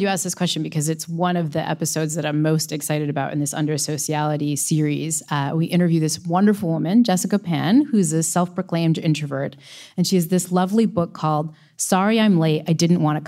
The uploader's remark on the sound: Live from Toronto. Came together at Toronto's Hot Docs Festival to answer these and other questions from a live audience.